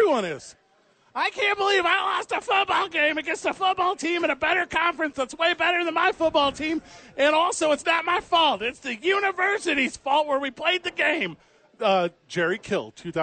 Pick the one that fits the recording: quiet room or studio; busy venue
busy venue